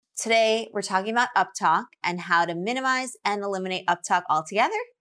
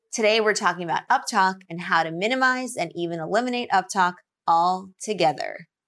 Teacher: One had rising intonation and one had falling intonation.